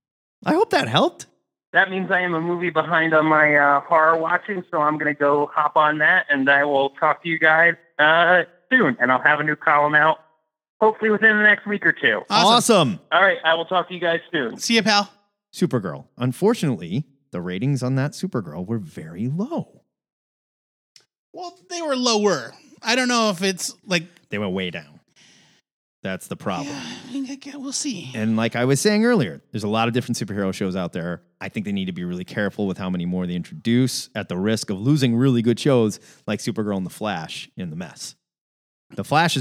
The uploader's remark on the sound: We open up the phone lines